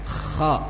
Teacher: Ya, di mana kha menebalkan suara. Kha menebalkan suara dengan terangkatnya pangkal lidah. Kha. Bukan dengan memajukan kedua bibir. Biasa saja kha, tidak usah kho.